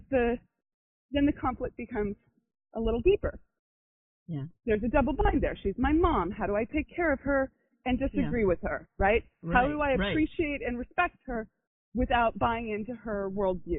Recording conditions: poor sound quality